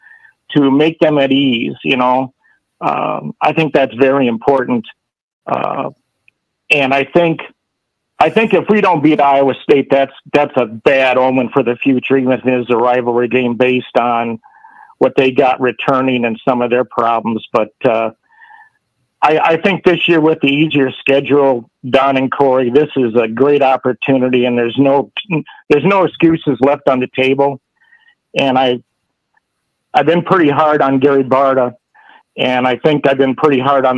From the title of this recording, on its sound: Iowa Hawkeyes Call-In Show